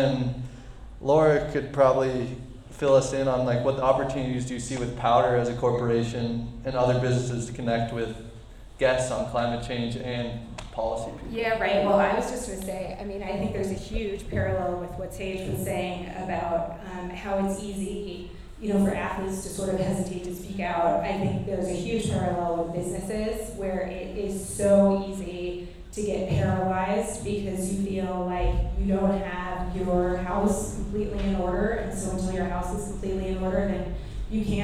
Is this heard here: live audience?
yes